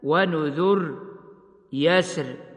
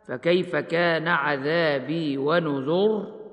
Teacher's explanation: يجوز الوقف على هاتين الكلمتين بترقيق الراء، ويجوز الوقف بتفخيمها